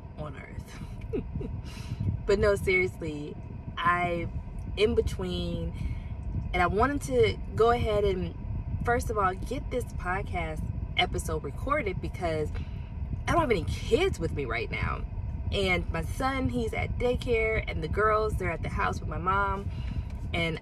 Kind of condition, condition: setting, inside a vehicle